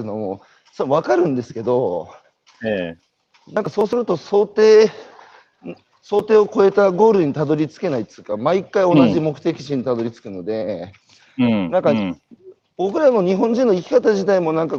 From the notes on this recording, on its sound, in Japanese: 歩くラジオ。歩きながら1時間、対談する。